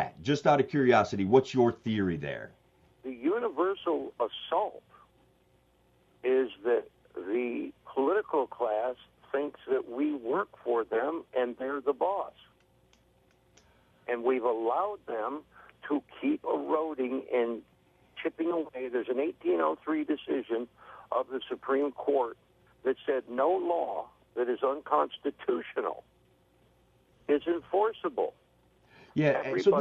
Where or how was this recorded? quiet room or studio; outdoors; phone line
phone line